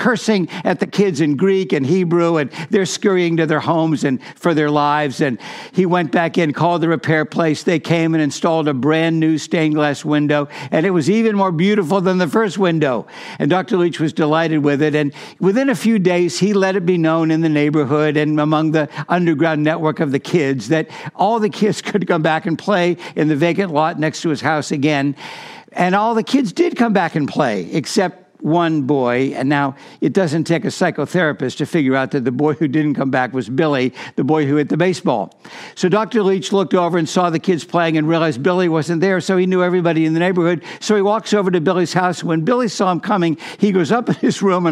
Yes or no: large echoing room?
yes